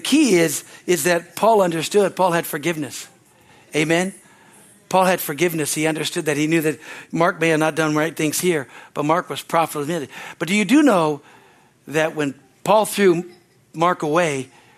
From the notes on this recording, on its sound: from our Easter service on April 9, 2023 at Harvest Bible Church in Stockton, CA.